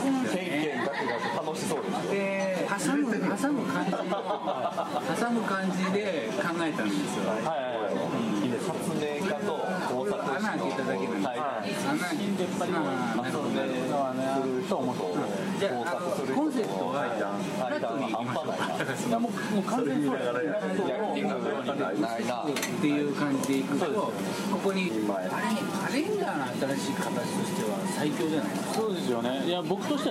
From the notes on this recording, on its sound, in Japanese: 文具焼肉会でラジオ収録